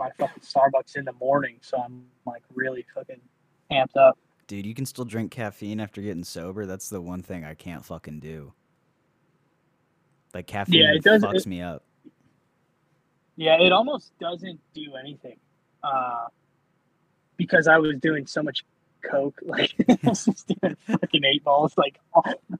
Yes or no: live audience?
no